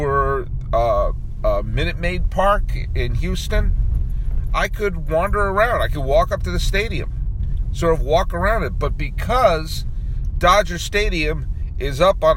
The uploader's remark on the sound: Outside Dodger Stadium